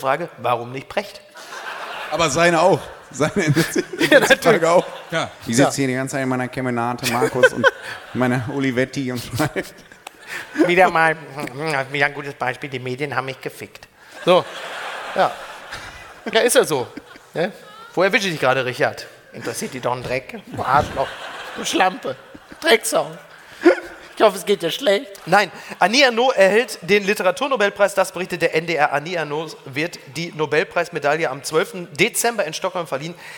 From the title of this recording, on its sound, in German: live aus Köln